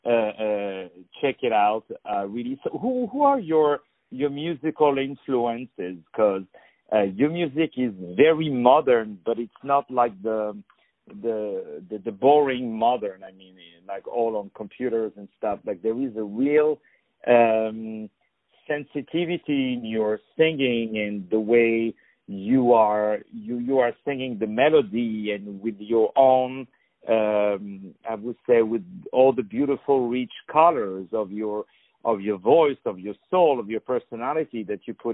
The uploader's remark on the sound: On the phone.